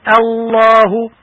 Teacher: يجب الانتباه إلى ترقيق همزة لفظ الجلالة قبل لامها المفخمة